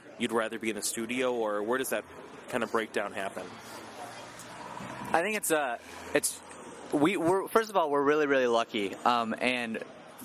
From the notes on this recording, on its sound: In an interview recorded outside of Pianos.